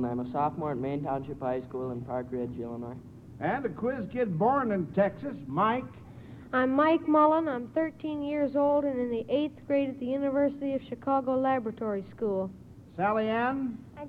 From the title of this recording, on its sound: Live From The Shamrock Hotel